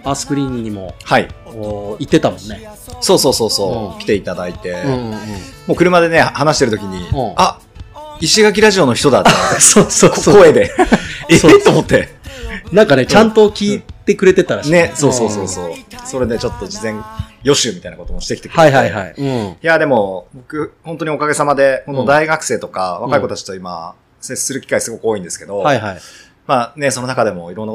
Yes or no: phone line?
no